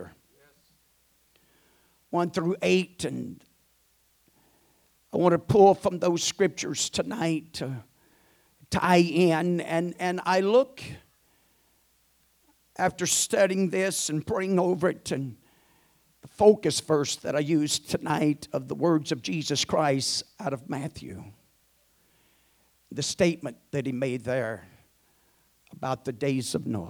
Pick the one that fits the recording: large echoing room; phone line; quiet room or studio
large echoing room